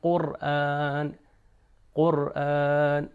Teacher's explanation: تو جب قاف کا تلفظ ہوگا، جیسا کہ آپ دیکھ سکتے ہیں کہ زبان جہاں پر ٹچ ہو رہی ہے، کہ قاف وہ اس نرم والے حصے کی طرف جائے گا اور اس کو جب ٹچ کرے گا تو قاف کا تلفظ ہوگا